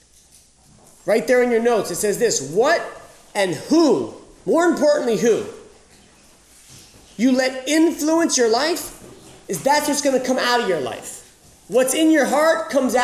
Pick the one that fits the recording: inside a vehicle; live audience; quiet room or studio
live audience